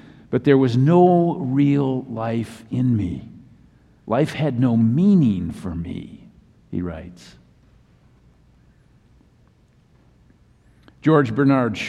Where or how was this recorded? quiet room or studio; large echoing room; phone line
large echoing room